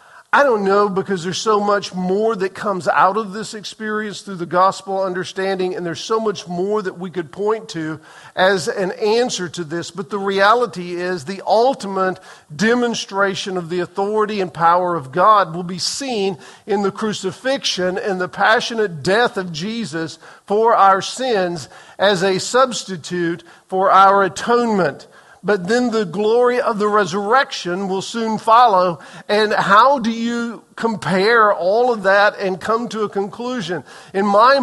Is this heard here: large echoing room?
yes